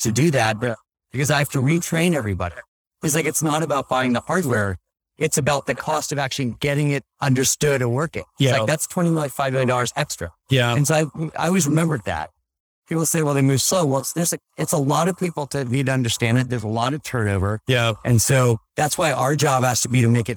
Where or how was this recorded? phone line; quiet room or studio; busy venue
busy venue